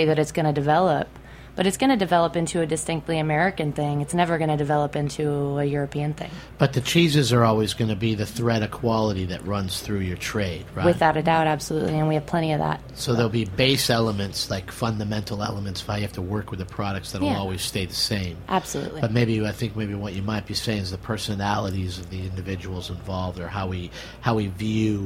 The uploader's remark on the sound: Straight from the Roberta’s Pizza dining crowd!